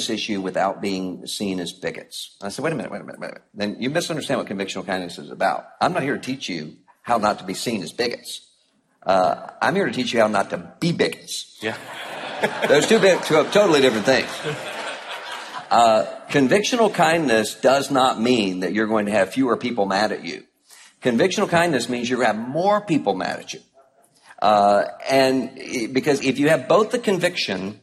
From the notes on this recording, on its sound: Live from National Conference 2014. Audio from the Live Q&E Event. At the ERLC 2014 National Conference.